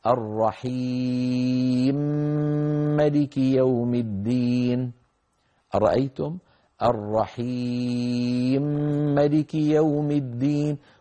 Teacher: بتسكين الميم الأولى وإدغامها في الثانية